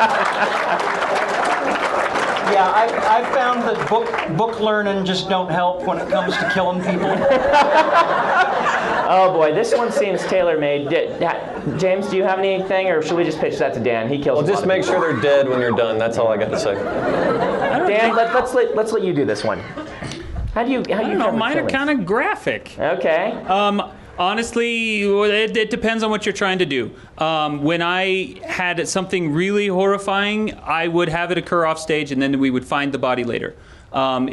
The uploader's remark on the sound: Recorded live at LTUE 2010, here's a high-energy Q&A session with the Writing Excuses crew.